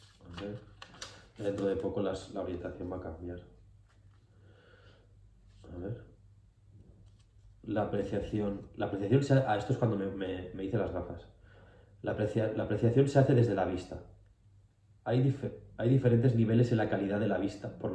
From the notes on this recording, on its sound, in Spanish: Este es el primer video en el que estoy delante de la cámara explicando cosas. La palmada era para sincronizar el audio del micro que no he puesto a grabar.